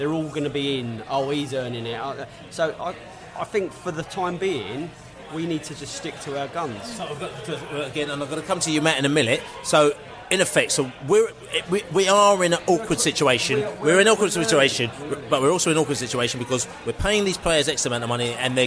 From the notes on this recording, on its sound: hooked up at the George IV pub in Chiswick High Rd for an end-of-season-party